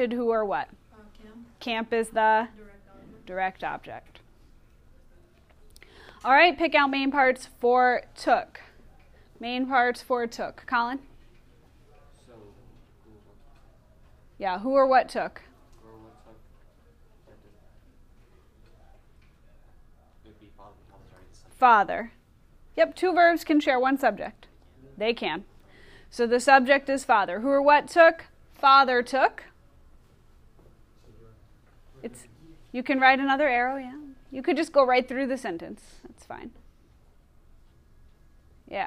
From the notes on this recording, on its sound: Recorded in class